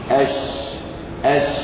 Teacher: وصوت حرف السين أت أت أت وهكذا حرف الشين أش أش في تفشي يجري معه الصوت حرف مهموس